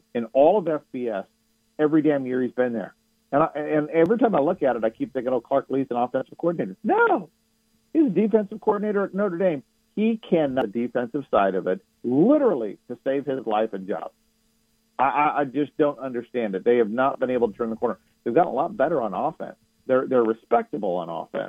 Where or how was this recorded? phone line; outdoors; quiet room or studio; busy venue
phone line